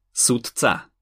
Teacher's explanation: Pred neznelými spoluhláskami je to napríklad v slove sudca, D je znelá spoluhláska, C je však neznelá a tak D prečítame ako T